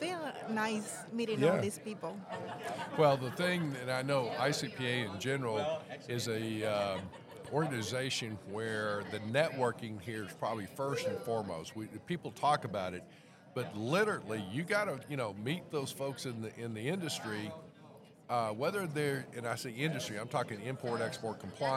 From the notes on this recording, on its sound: Produce episodes while at the annual ICPA Fall Conference. The conference took place this year on October 16-18 2022 in the Dallas-Ft. We set up our microphones and cameras to talk to attendees, sponsors, exhibitors, and the host of the event.